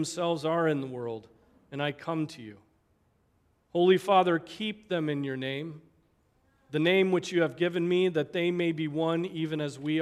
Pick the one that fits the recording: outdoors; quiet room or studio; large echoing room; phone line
large echoing room